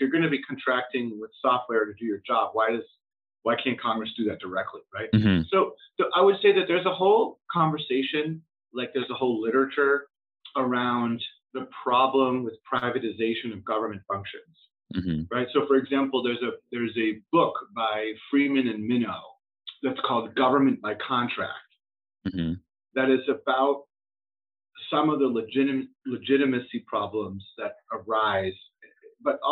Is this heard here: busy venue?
no